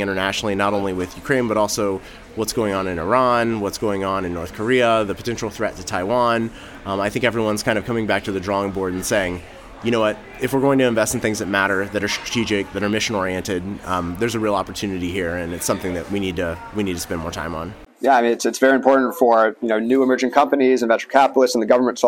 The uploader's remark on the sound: Live from RNDF22